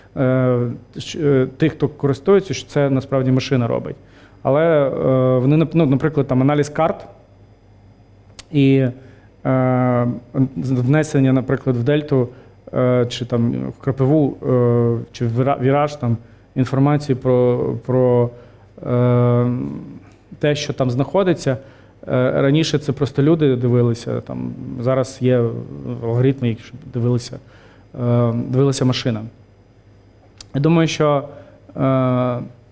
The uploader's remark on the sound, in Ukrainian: Який ми записали на спільному сайд-івенті з технологічною компанією Rooch, в рамках IT Arena 2023 у Львові. Це був live-запис із живою публікою.